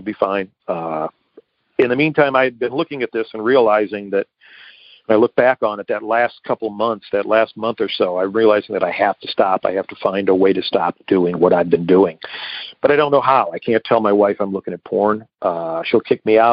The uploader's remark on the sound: Akron OH. Noon Phone Speaker Meeting.